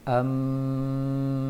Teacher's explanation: mim bertasydid, ini baru lama ditahan, harus lama. Dimanapun jumpa nanti dalam bacaan Al-Quran, mim bertasydid seperti ini bacanya.